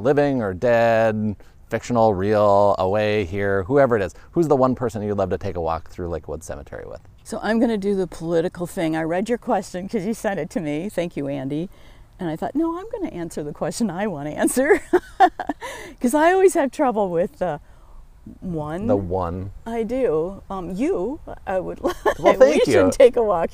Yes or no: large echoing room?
no